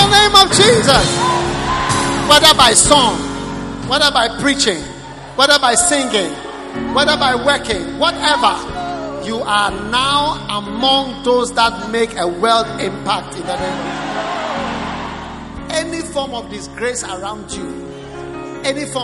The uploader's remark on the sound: Preached at the Prophetic Encounter Service.